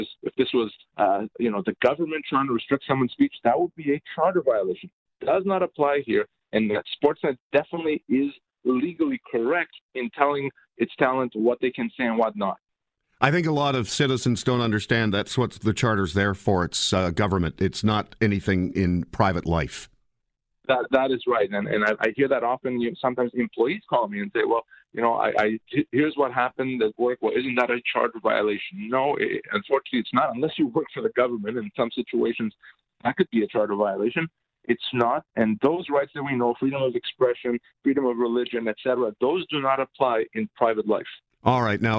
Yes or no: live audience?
no